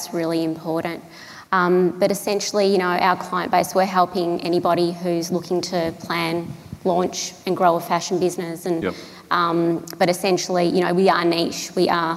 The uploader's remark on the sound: Another panel discussion from Melbourne’s Flying Solo Live event.